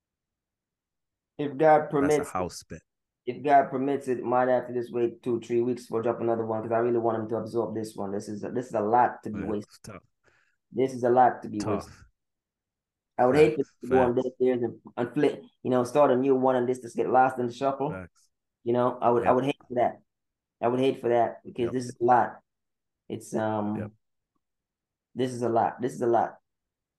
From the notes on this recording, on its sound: The Wi-Fi was jamming cohost mic was not working feed chipping out for those watching in the visual, and of course, right after taping, all was okay.